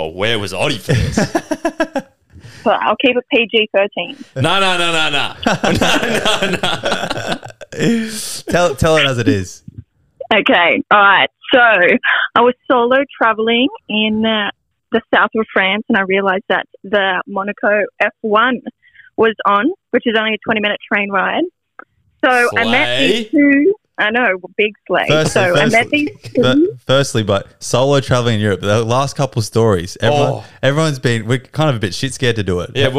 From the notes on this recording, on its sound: Today we have 5 listeners call